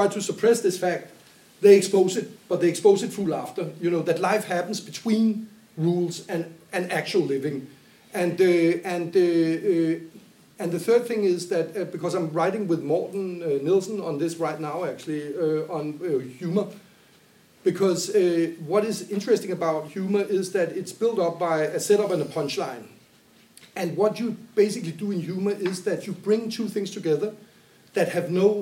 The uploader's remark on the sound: The Anthropological Happy Hour Podcasts are based on recordings from the Monographic Happy Hour events, which the Anthropological Association of Denmark cohost with the department of Anthropology at Copenhagen University.